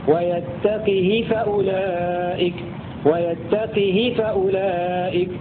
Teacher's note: قرأ بكسر القاف وكسر الهاء من غير صلة قالون قولا واحدا